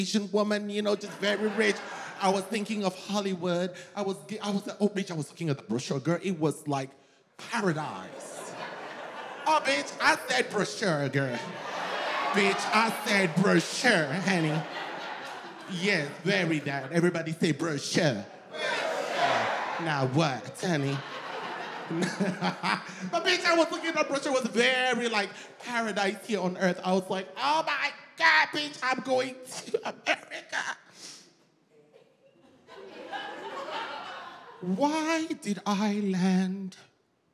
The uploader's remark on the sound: In her debut standup show. Unexpected audience interactions.